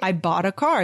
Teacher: There's a D sound instead of the T at the end of bought.